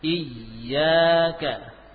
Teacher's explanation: Lain halnya kalau bertasydid iyyaka, ini baru terasa tekanan pada bagian tengah lidah.